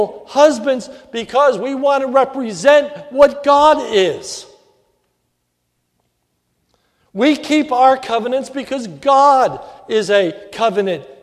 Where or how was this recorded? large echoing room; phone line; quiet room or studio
large echoing room